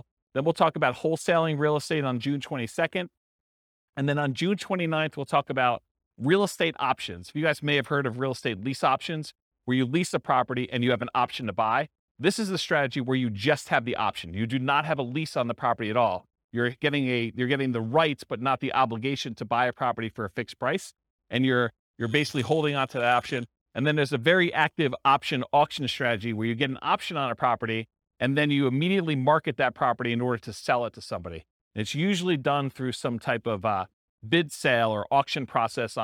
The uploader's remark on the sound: This was a live class recorded